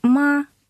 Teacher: Например, «ма» — первый тон ровный